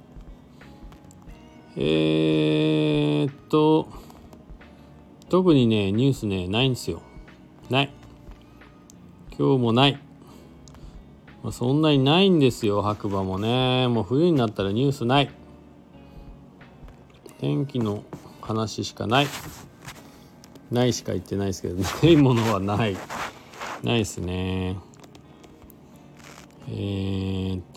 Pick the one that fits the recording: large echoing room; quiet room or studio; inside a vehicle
inside a vehicle